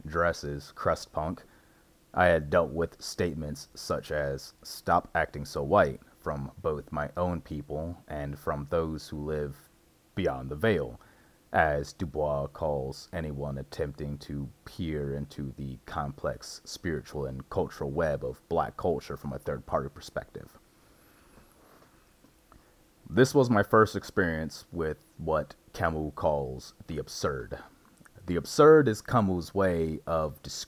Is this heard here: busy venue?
no